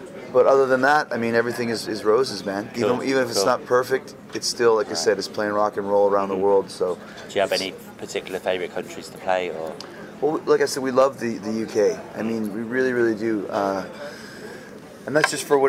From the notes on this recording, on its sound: recorded at Hard Rock Hell